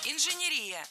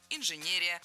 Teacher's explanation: Ударение в этом слове должно падать на третий слог – инженерия. · Shown in: second take